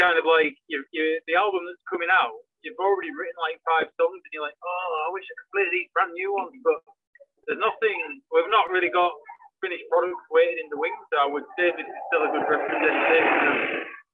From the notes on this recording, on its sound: Live At Riff Fest 2021. Note: The sound isn't the best. The band were at Riff Fest 2021, so this interview was done before they took to the stage, in a car via phone.